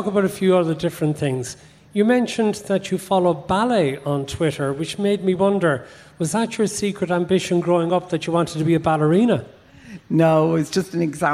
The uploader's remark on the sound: For a special live show at Electric Picnic 2022.